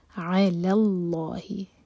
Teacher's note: لام جلالہ ہیوی، کیونکہ اللہ تعالیٰ کے نام سے پہلے جو ورڈ ہے اس کے لاسٹ لیٹر پر فتح ہے